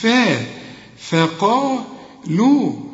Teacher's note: الفه انت عارف انها مرققة في عموم القرآن زي ما انت عارف، فاذا ما تقولش فا فقالوا، لا، فا فقالوا، ورقق اللام، هترقق الفاء وهترقق اللام